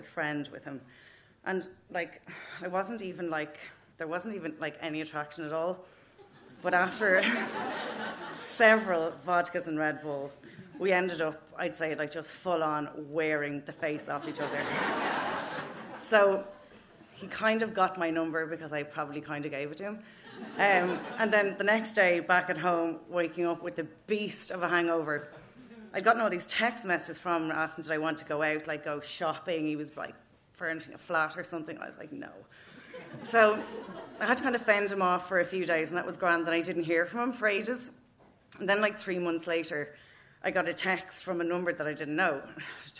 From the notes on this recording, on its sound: Stories from our monthly open mic storytelling night.